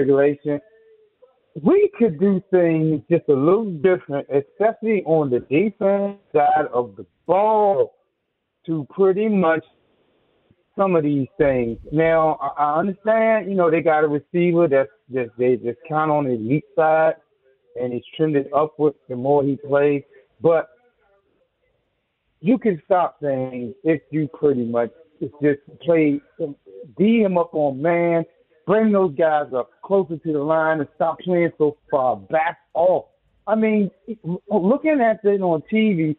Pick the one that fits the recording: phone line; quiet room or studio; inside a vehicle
phone line